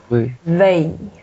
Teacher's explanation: 上牙咬下唇有个摩擦音出来，这个是声带要震动读